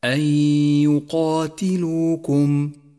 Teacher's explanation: سابعا، لاحظ حكم الإدغام بغنة في قوله تعالى أن يقاتلوكم. جاءت النون الساكنة وبعدها حرف الياء وهو حرف إدغام بغنة، والواجب هنا أن تسقط النون الساكنة من اللفظ، لذلك لونت بالرمادي ثم نقف بعدها على حرف الياء بغنة زمنها حركتان، ولذلك لون حرف الياء باللون الأخضر إشارة إلى موقع الغنة، فيصير اللفظ هكذا أن يقاتلوكم.